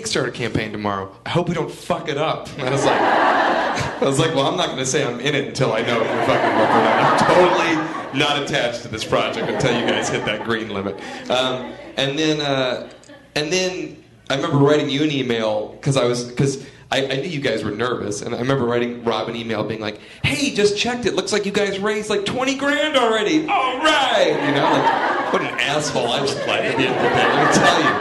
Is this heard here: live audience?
yes